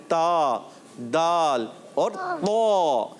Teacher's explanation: زبان کا آگے کا سرا ہوتا ہے نا وہ جب اوپر کے سامنے والے دانت ہوتے ہیں بڑے ان کی جڑ میں لگاتے ہیں تو ادا ہوتا ہے